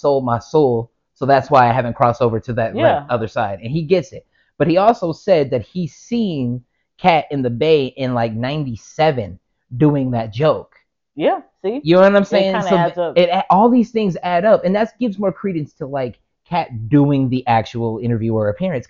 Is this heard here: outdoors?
no